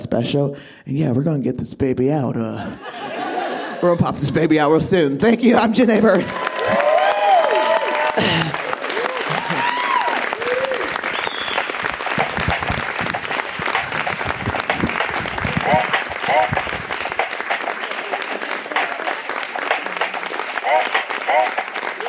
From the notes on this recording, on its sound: This story was recorded live at Buntport Theater